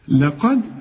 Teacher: القاف مفخمة، اللام والدال مرققين